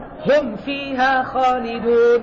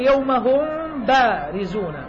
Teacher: الميم عند الفاء إظهار أيضا، لكن الميم عند الباء إخفاء